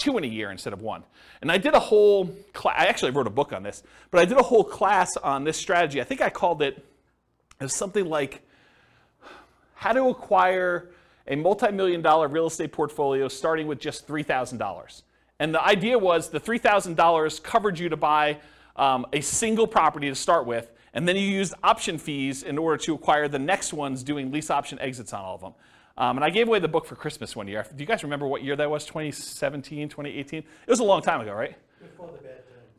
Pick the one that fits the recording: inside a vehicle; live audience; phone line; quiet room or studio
live audience